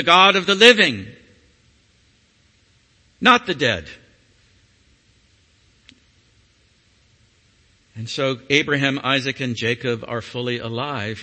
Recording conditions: large echoing room